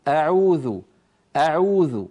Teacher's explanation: لكن همزة أعوذ لا تطوليها زيادة، يعني لا تقولي أعوذ على طول